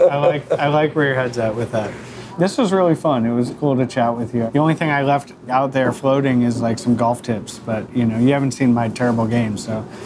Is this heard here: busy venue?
yes